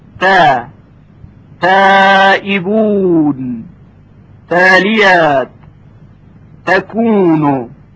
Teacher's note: و صدای ت ظریفتر و نازکتر هست، یعنی ترقیق میشه